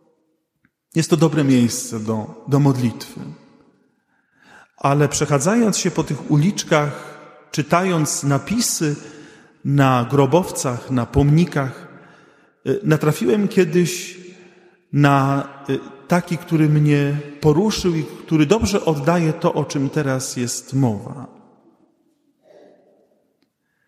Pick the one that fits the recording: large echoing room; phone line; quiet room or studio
large echoing room